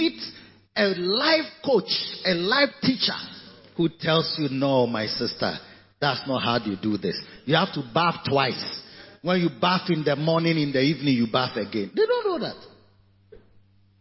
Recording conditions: large echoing room